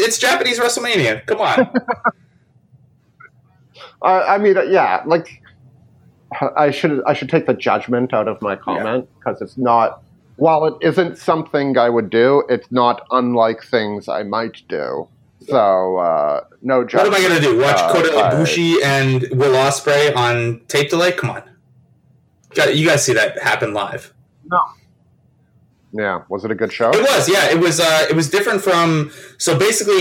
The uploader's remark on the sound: Apologies for the audio quality of this one.